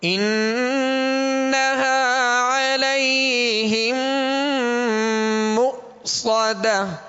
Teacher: مؤصدة حمزہ ساکنہ ہے لہذا جھٹکا واضح کریں گے